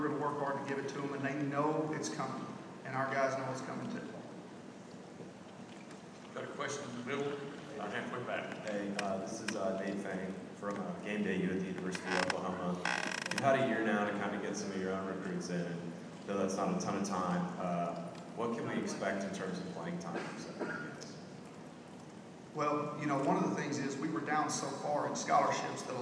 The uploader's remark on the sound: Q&A at Big 12 media days 2016